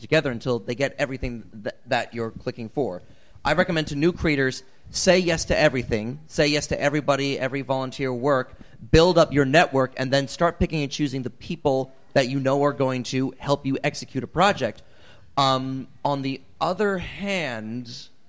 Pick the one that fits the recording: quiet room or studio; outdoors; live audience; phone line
live audience